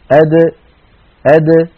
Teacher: أما صفات الحروف التي لا ضد لها فقد اتصفت الدال بصفة واحدة منها وذلك إذا سكنت وهي صفة القلقلة. فالدال من حروف قطب جد فهي حرف مقلقل إن سكن هكذا أد أد.